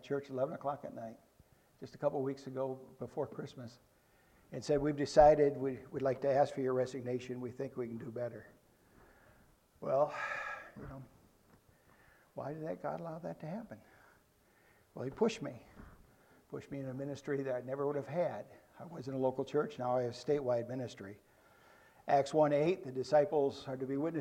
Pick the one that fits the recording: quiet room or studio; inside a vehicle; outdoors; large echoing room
large echoing room